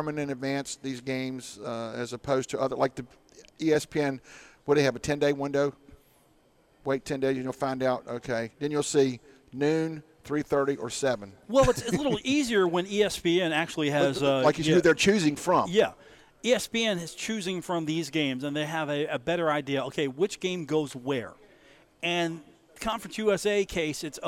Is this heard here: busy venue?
yes